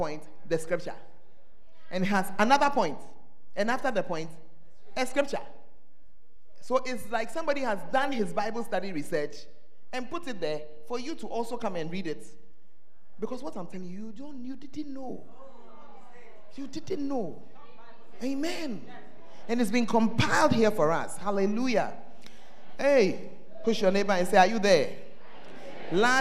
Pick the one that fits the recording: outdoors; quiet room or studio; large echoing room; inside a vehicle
large echoing room